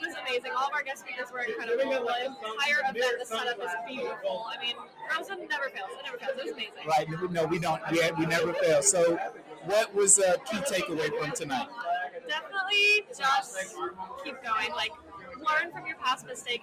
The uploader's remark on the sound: The Pineapple Podcast was on location to gather insight and perspective from our panelist and guest who attended the Rosen Alumni Hospitality Knight